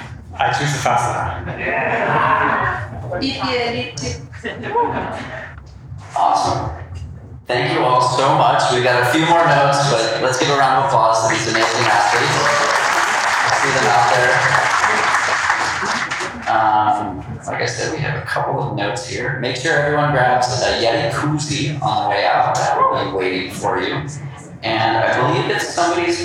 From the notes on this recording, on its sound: Live at the Boston Marathon. This episode is a live recording of the Puma Professional Athlete Panel recorded ahead of the 2023 Boston Marathon.